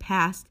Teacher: Say the word passed and put your fingers against your vocal cords. You should notice vibration, or phonation, only during the production of the vowel sound a. That's because all of the other sounds in this word are voiceless, and we end the word passed with the voiceless alveolar stop, or t sound.